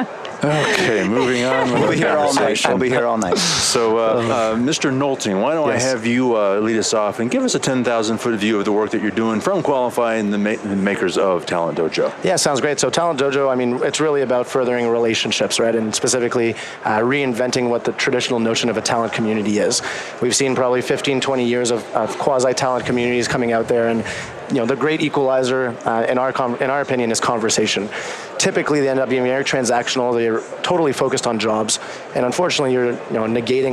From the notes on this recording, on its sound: LIVE from Las Vegas, at #HRTechConf